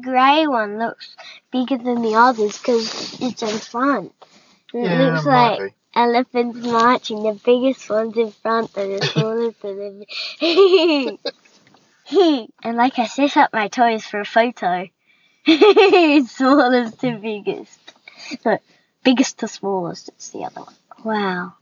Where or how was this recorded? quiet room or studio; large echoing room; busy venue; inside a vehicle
inside a vehicle